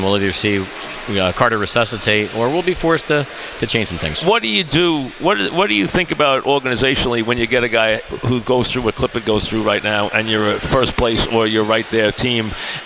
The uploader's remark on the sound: Live at Grand Central Teriminal.